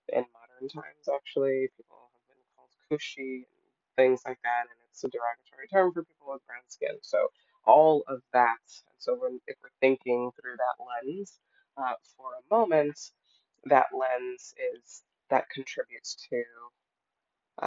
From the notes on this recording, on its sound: Forgive the audio quality in this episode!